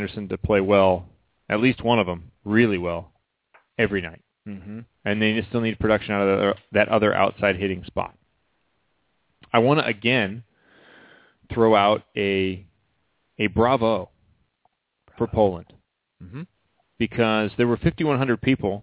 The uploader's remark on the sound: called in for a great interview